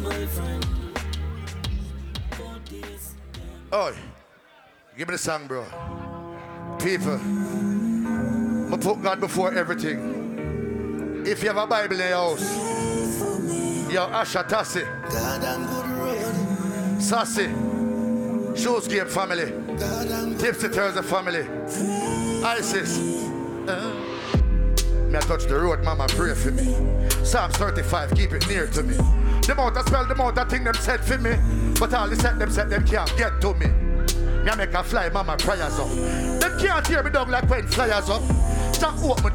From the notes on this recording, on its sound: LIVE AT TIPSY THURSDAYZ.